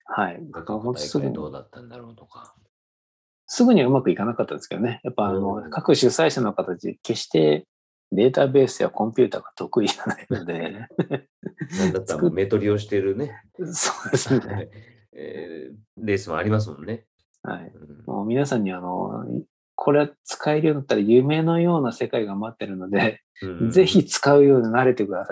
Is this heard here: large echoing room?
no